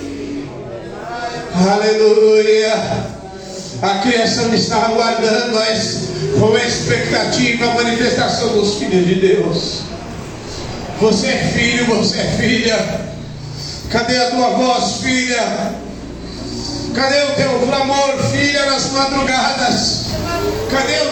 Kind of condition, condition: setting, large echoing room